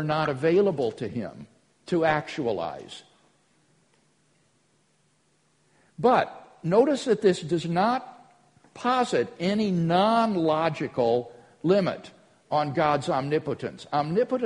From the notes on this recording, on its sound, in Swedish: Inspelad på Apologias konferens "Till trons försvar" i Betlehemskyrkan, Stockholm.